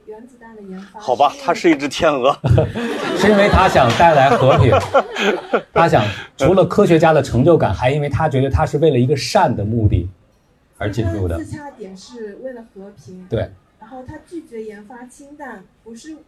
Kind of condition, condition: setting, busy venue